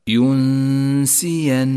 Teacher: نخفي النون بالسين مع بقاء غنة للنون من غير تشديد للسين · Term: حكم الإخفاء